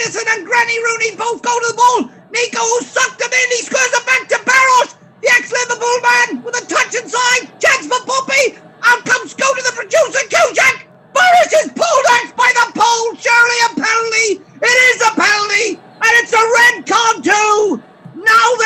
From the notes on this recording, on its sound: live from the Riverside